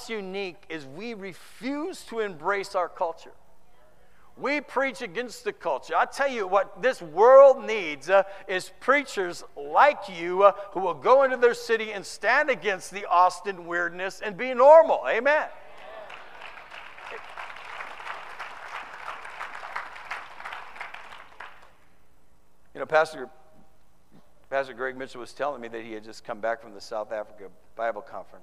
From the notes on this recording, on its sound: Preached in the 2013 San Antonio TX Conference